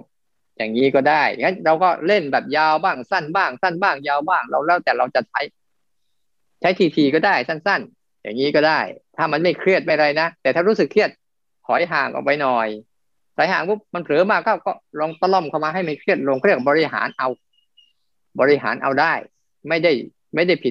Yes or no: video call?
yes